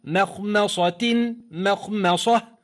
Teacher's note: وحاذر تفخيم الميم الأولى والثانية من مخمصة ومن مرض